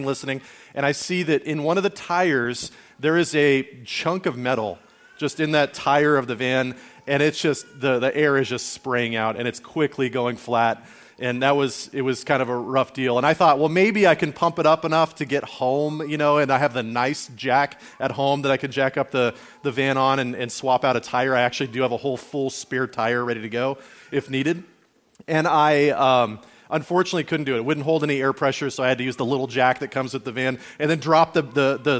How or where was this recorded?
large echoing room